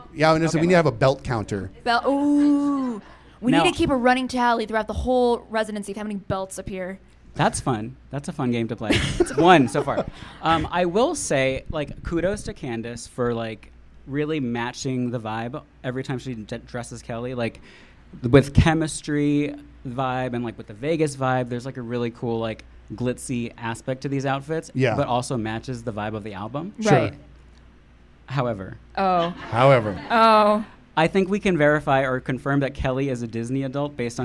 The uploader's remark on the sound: Recorded in front of a live audience. Live from Las Vegas!